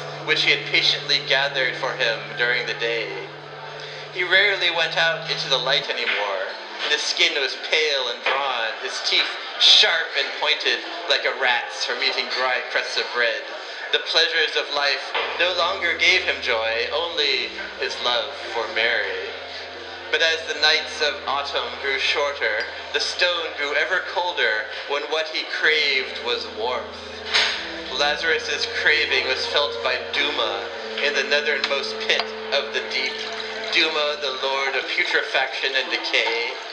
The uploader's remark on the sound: at Sam's Billiards in Portland, Oregon, USA